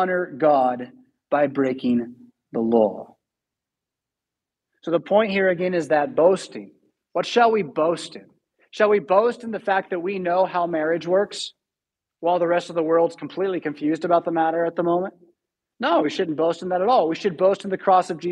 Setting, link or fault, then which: setting, large echoing room